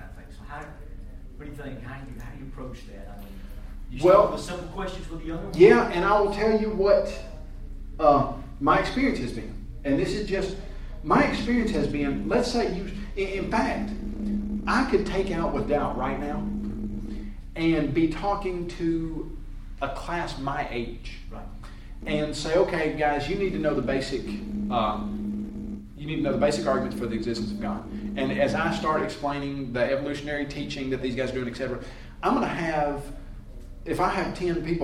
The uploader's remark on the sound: A class presentation. At the Ministering 2 Youth Conference 2014.